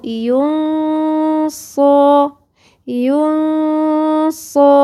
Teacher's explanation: بصطدم في الحرف، وده حاجة شبيهة بالإضغام، بس أنا الغنة بتجري بمقدار حركتين فمش بتخلي الحرف واضح كالحرف المشدد في الإضغام